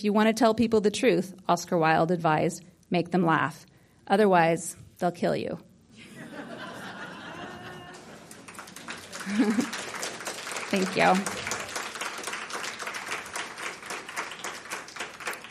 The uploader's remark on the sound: Talk from the 2018 Santa Barara Writers Conference. Santa Barbara Writers Conference 2018. Ninety Degrees Media for recording and sharing.